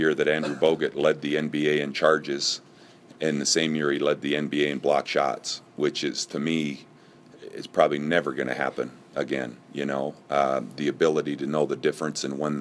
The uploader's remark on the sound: press conference